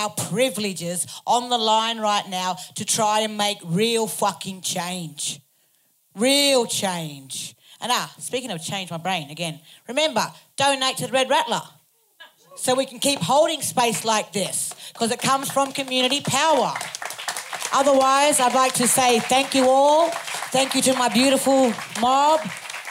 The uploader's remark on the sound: Recorded live on 26th October 2023 on the unceded and sacred Wangal Clan Lands of Gadigal Country. Was one of the Red Rattler Theatres 'Rat Talks' part of the Red Rattlers Arts Program 'Future Communities'. The night was filmed and audio recorded by Studio Sensorium.